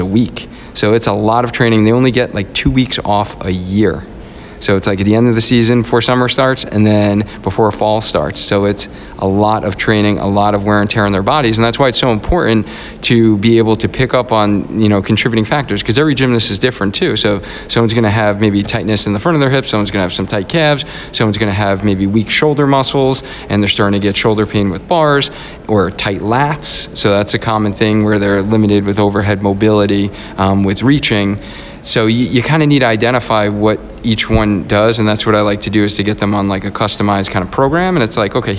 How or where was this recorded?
busy venue